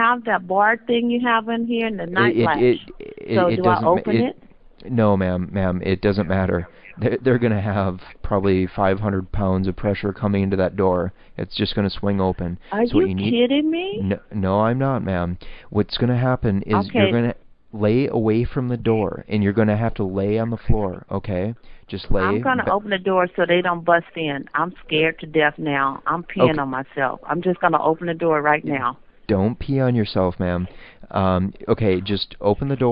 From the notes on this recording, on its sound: Prank Phone Calls.